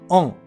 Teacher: 奥で言うあに微母音のんをつけてくださいねというわけです。早速やってみましょう。まずは喉の奥であと言ってみましょう。あ、あ、あ。練習の時はできるだけ大げさにやってみてくださいね。そしてそのあに口を開けたまま発音するビボインのんをつけます。オン。ほら、アンとオンの中間のような曖昧な感じの音に聞こえませんかオン。あくまでもアンと発音しているのですが、喉の奥でくぐもった声でオンと言っているので、オンに聞こえるわけなんですね · IPA: ɑ̃